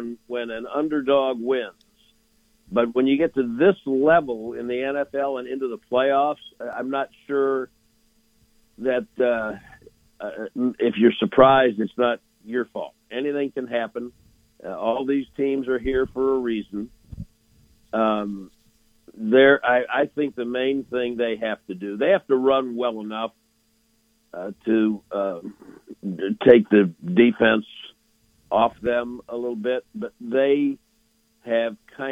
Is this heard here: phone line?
yes